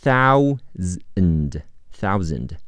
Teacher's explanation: th 咬舌音，只出气不出声